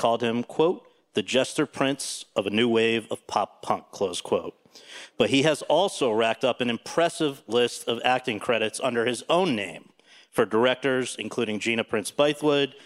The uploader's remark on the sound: In front of an audience at the SCAD Savannah Film Festival.